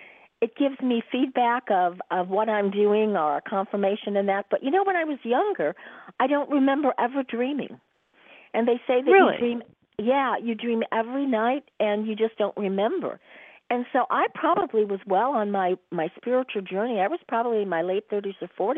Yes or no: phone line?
yes